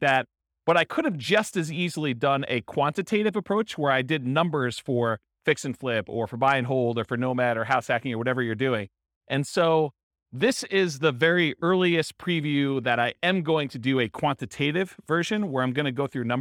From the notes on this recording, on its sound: This was a live class recorded